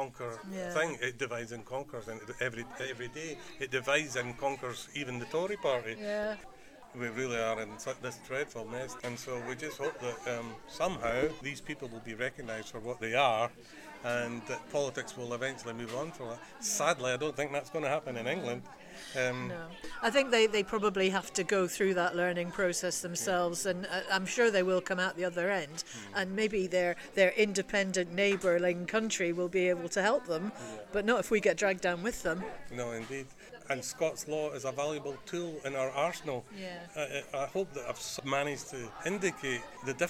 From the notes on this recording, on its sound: Special on location episode recorded at the "Yes in the Community" event. With a selection of interviews from the event.